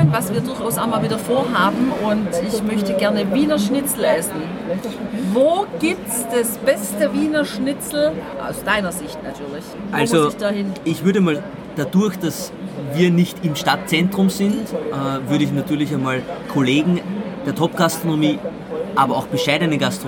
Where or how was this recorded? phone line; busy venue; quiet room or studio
busy venue